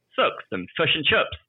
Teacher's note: And thanks very much, and um, and then you know six the the i sounds kind of come out a bit flatter like a u